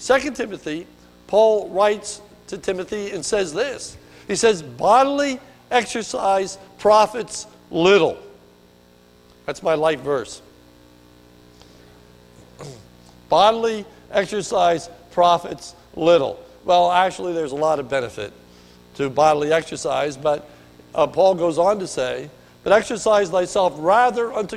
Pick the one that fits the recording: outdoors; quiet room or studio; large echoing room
large echoing room